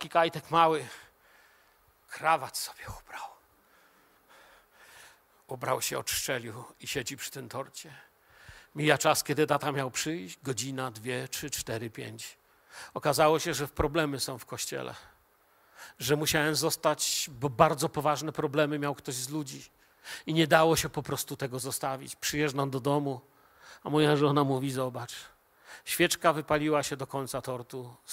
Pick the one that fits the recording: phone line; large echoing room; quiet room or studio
large echoing room